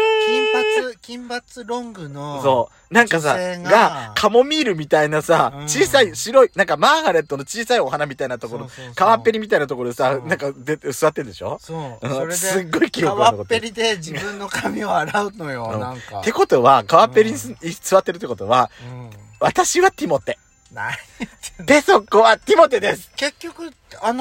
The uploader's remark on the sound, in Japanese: 2人組。パーキング収録。